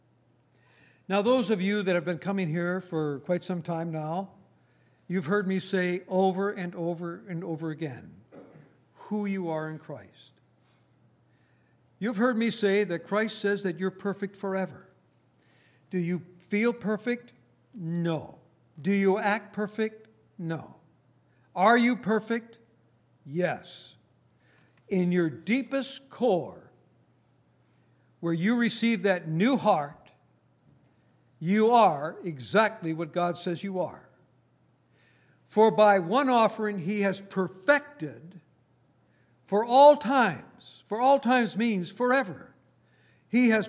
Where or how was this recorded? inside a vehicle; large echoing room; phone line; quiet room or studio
large echoing room